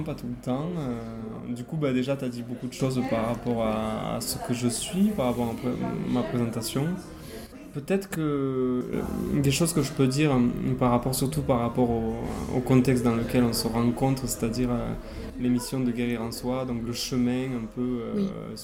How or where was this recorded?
busy venue